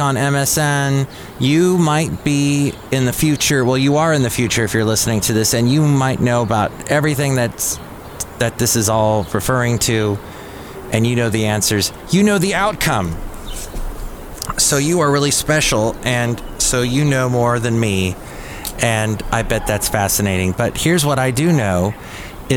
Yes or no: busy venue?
yes